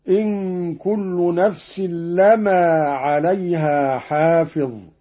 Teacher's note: قرأ قالون بتخفيف الميم هكذا